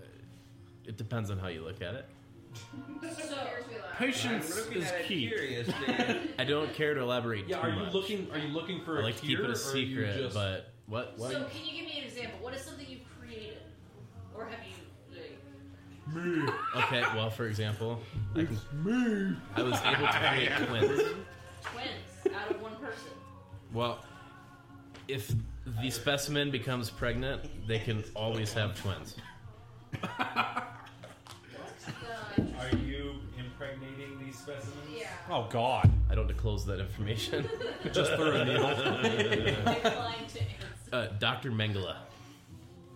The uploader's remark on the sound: Disclaimer: Audio may be quiet, we apologize for any difficulties.